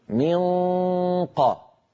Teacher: من يعني لما بقول من قبل، لما بقول من أقصى اللسان قد التصق بالحنك اللحمي وانقفل هذا المكان، ما عاد في صويت فموي، كل الصوت يتحول عن طريق الخيشوم غنة فقط